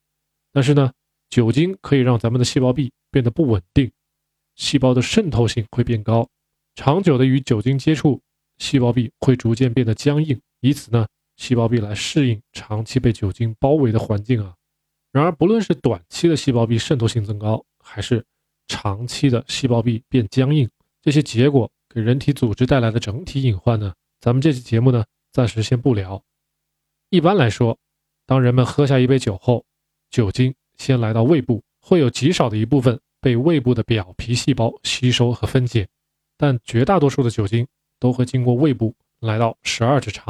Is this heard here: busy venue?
no